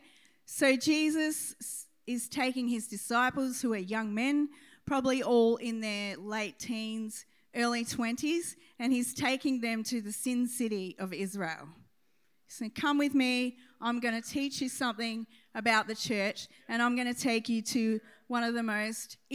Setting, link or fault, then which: setting, large echoing room